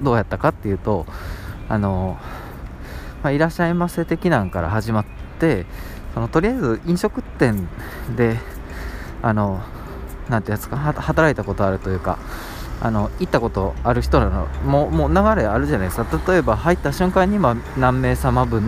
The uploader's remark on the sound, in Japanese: 外の収録なので少しガヤガヤしてて申し訳ないです